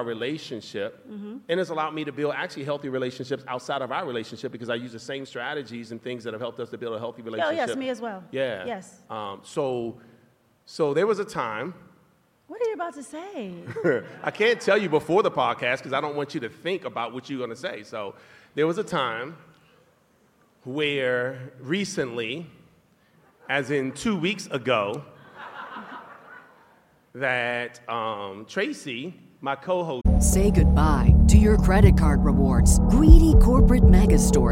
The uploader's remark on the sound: Live from our tour stop in Vegas